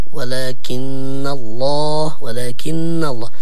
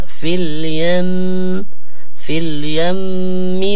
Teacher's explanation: النون المشددة لابد من تطويل الغنة فيها بمقدار حركة أي بمقدار حرفا